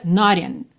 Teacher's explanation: Not in, o T virou rarara